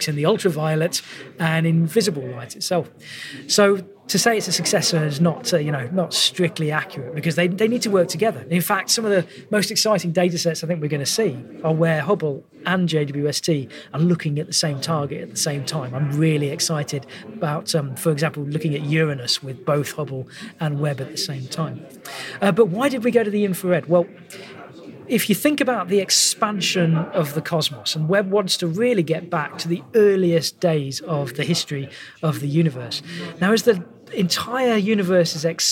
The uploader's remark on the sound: This podcast was recorded at the International Astronomy Show 2022